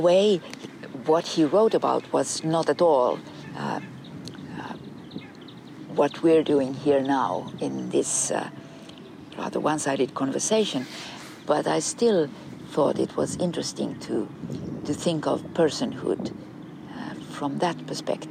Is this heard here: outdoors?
yes